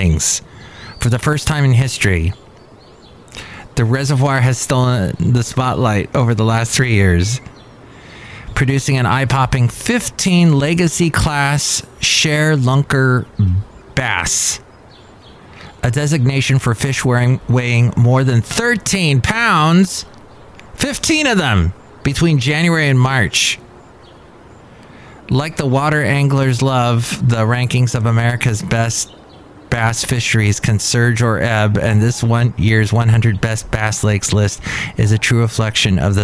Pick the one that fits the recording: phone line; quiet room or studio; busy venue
busy venue